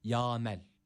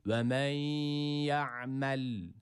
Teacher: Burada boğazımızı sıkıyoruz ve ayın harfini çıkartıyoruz. Buradaki ayın harfi de yine sakindir.